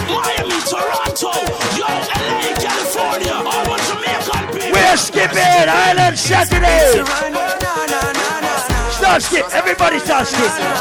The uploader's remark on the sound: LIVE AT ISLAND SATURDAYS ON FEB 16TH